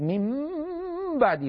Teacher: فحتى يهزهز الغنة في أنفه يضغط على شفتيه، مثلا بيقول لك من بعدي، فهذا الضغط الزائد يعينه على هزهزة الغنة.